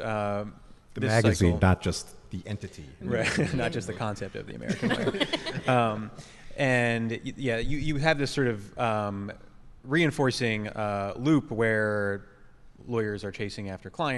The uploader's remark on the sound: Recorded live at Harvard Law School's Corporate Capture of the Legal System conference.